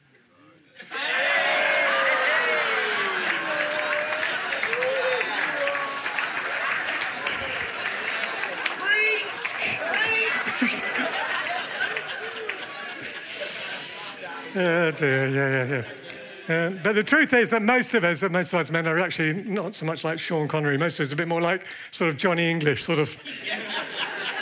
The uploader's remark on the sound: at the Evangelists' Conference 2024